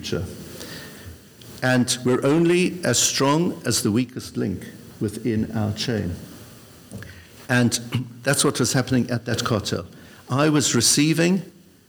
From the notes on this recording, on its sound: This episode of the Koren Podcast was recorded in front of a live audience! This time in London as part of the Mizrachi UK Weekend of Inspiration, one of the biggest events in the Religious Zionist calendar in Europe. LIVE at the Mizrachi UK Day of Inspiration.